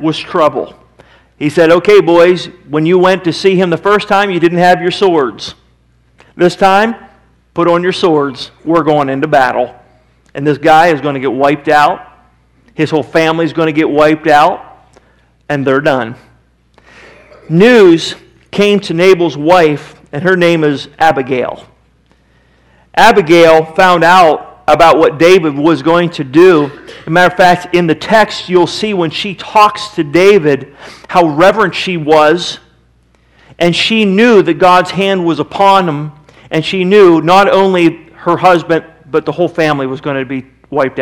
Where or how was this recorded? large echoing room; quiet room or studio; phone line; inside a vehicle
large echoing room